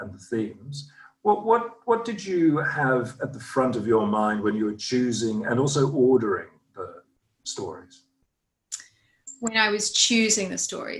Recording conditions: video call